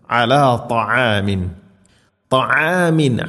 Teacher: ലൻ നസ്ബിറ അലാ ത്വആമിൻ ഇവിടെ ത എന്ന അക്ഷരമാണ് പ്രത്യേകം ശ്രദ്ധിക്കണം ത്വആമല്ല ത ഇത്തുബാഖ് എന്ന സിഫത്ത് നൽകി കനപ്പിച്ച് ഉച്ചരിക്കണം നാവിൻ്റെ മധ്യഭാഗം അണ്ണാക്കിലേക്ക് ചേർന്ന് നിൽക്കണം